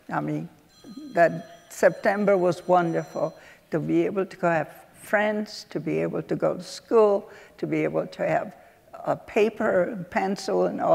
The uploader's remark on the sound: In this week’s Reagan Forum podcast we go back to our in-person event. This event was part of the programing for our current exhibition, Auschwitz.